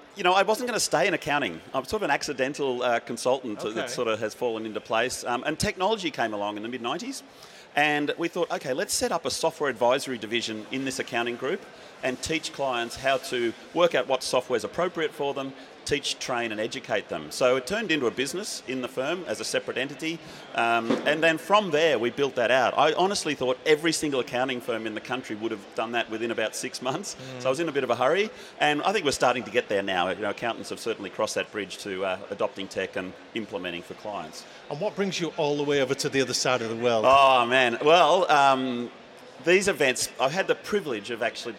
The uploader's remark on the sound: Event Special - Accountex 2023 - Live Interviews